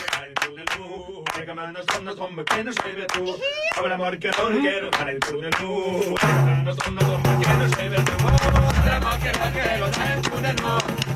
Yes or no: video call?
no